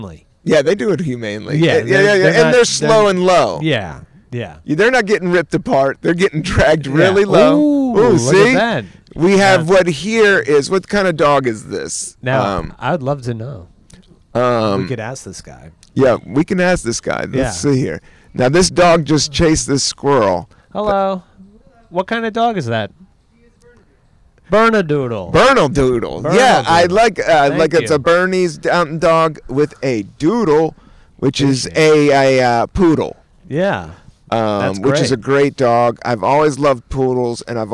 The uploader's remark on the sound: outside in Prospect Park in Brooklyn, NY.